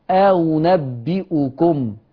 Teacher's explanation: يبقى هي لا همزة محققة ولا حرف هاء خالص، دي همزة مسهلة بين يعني أنا لو بسهل همزة مفتوحة تتردد ما بين الهمزة والألف، لو بسهل همزة مضمومة تتردد ما بين الهمزة والواو